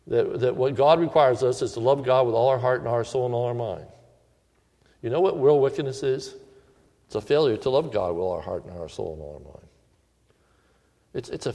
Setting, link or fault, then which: setting, large echoing room